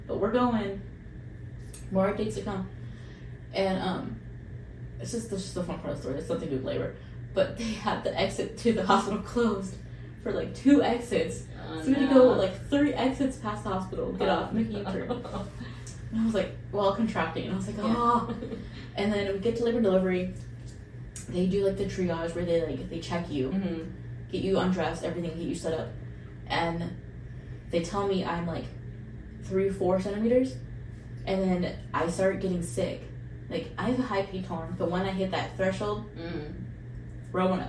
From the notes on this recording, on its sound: We did have some audio troubles for this episode and apologize for any drop in quality.